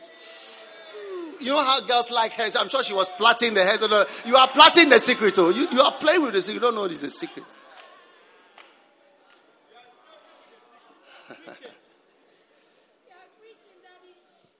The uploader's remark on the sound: Preached at the Prophetic Encounter Service.